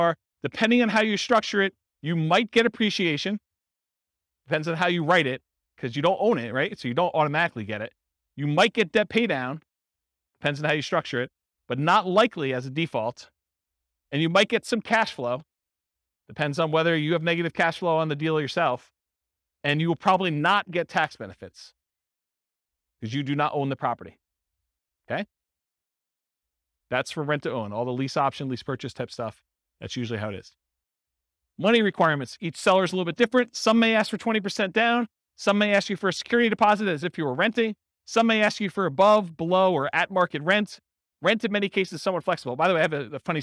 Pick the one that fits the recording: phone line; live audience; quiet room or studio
live audience